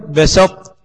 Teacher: الإدغام ناقص عشان بقاء صفة الاستعلاء بتاع الطاء، ذهب الحرف وباقي صفته هي أقوى من صفة الاستفال اللي في التاء.